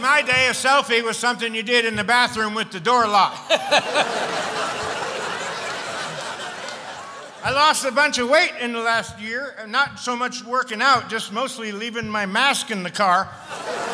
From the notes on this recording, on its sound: Live at the SouthPoint Casino